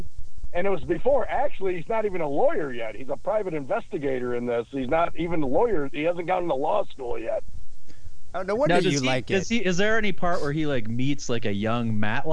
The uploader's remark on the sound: Phone calls.